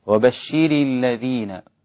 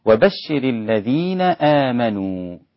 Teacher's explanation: كسر الراء يليه مباشرة الألف واللام بتاعت الذين · Shown in: second take · وبشر الذين عشان لا تصبح وبشر الذين.